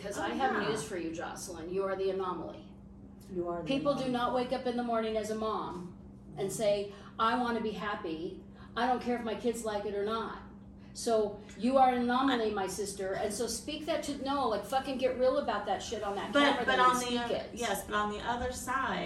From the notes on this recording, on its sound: unedited, raw, just us and an iPhone.